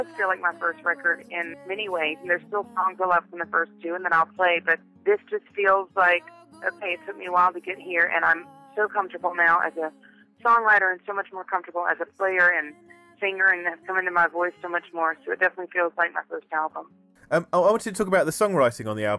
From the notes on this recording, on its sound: We caught up with her over the phone